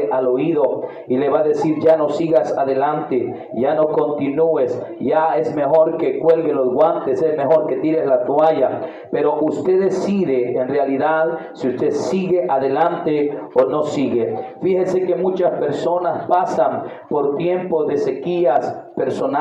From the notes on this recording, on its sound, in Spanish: Audio Predicación registrada el 28-enero-2023 en Iglesia Pentecostal Unida Internacional El Salvador en Aldea Bolaños Santa Ana.